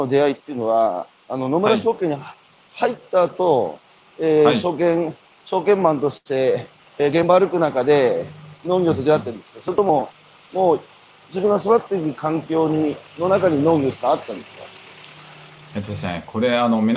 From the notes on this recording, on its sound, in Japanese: 歩きながら1時間、対談する